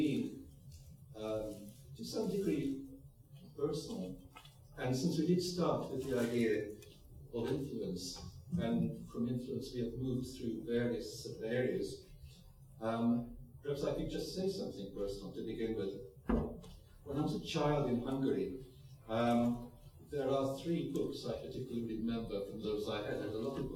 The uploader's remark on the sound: Plenary at the Worlds Literature Festival Salon. By National Centre for Writing.